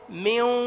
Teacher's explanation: ميو، يعني المخرج النون الغنة تأتي منها، والواو ضامين الشفتين لنطق الواو، فننطق واو فيها غنة · لأنه وأنا أنطق الإدغام آتي بالياء، يعني أنا الآن عندما أنطق الإدغام أنطق نون وواو مخلوطة